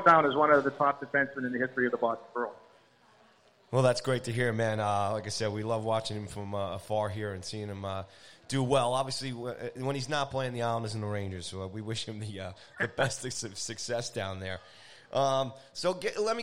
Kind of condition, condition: setting, busy venue